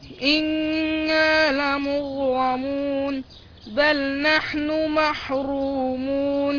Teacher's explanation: الغين هنا مفخمة وساكنة. لمغرمون يعني هنسكنها ونفخمها.